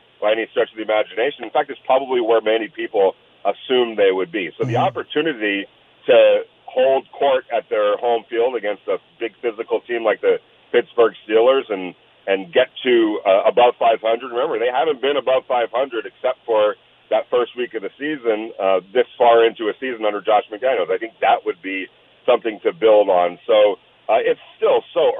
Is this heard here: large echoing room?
no